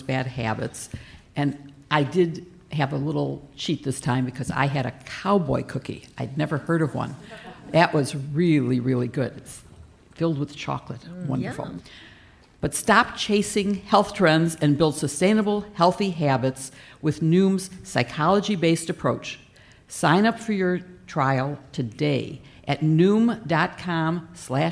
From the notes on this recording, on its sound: take the show on the road for a live appearance in Portland, Oregon